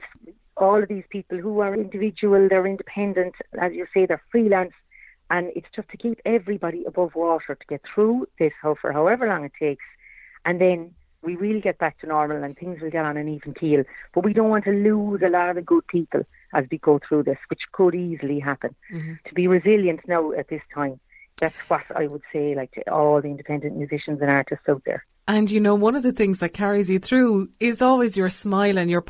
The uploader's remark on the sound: on the phone for a chat